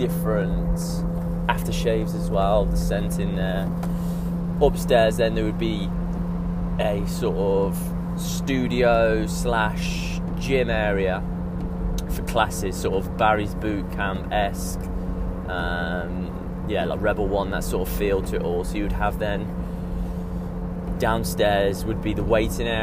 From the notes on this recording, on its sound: Me rambling in the car on the way back home from Coventry, monster energy in hand.